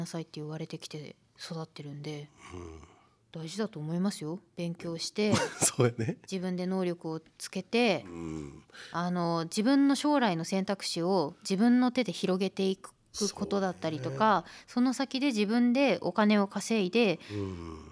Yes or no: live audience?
no